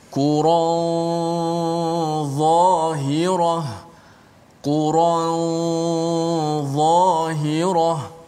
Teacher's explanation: nun berjumpa dengan huruf ikhfa iaitu dha yang mana huruf dha itu adalah huruf yang bersifat dengan isti'la atau bersifat dengan tebal · Term: ikhfa nun